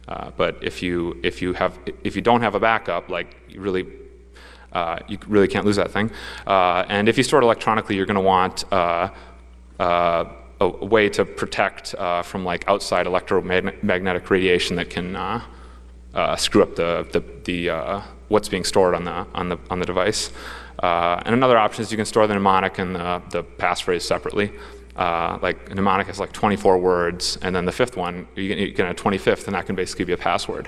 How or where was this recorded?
live audience